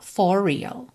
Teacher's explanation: for termina em R, real começa em R, você não diz for real, você junta num R só